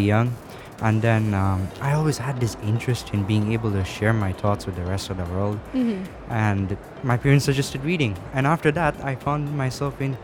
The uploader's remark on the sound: Live from SIBF 2022